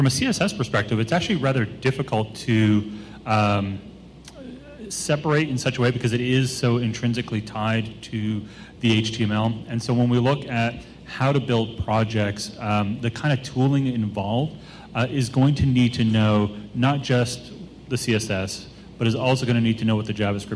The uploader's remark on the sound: a special recording of the CSS Dev Conf 2015 Wrap Up Panel with lots of great questions from the audience